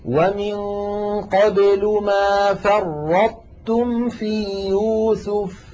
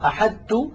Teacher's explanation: ينطبق المخرج على الحرف الأول من غير قلقلة وينفتح على الحرف الثاني الذي هو التاء · Shown in: first take · Term: الإدغام الناقص